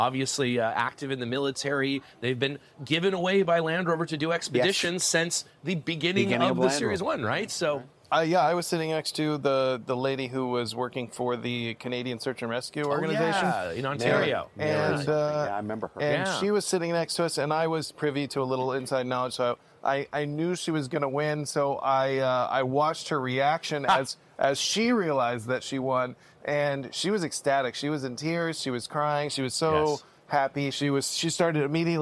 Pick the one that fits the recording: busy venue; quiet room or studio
busy venue